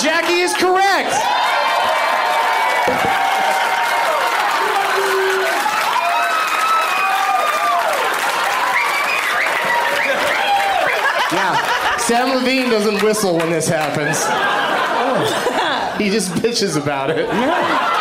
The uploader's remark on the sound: Live from the Comedy Club on State in Madison, WI